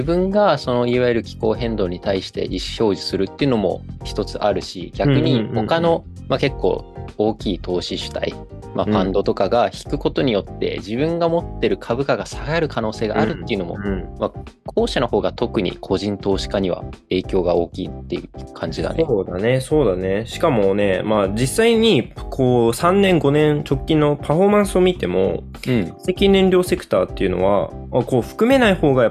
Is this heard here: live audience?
no